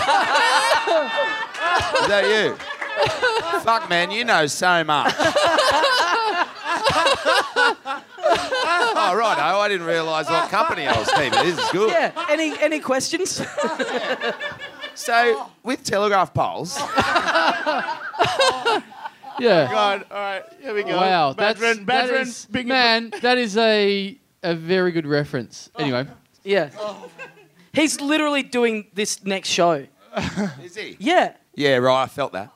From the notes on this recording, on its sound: Recorded LIVE at The Roxbury Hotel in Sydney on Sunday November 22, 2015.